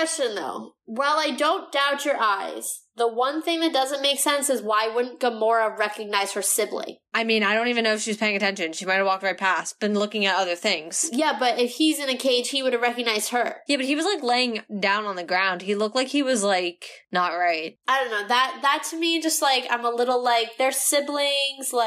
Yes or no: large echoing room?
no